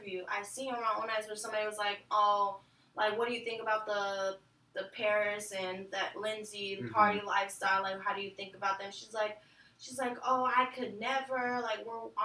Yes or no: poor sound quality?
yes